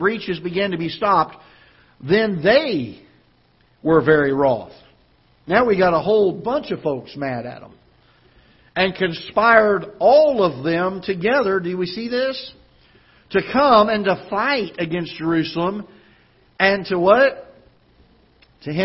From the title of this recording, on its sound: Ketha Heights Baptist Church ~ Live Broadcast